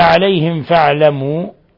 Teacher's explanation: ميم ساكنة جاء بعدها الفاء أشد حالات الإظهار الشفوي · Term: إظهار شفوي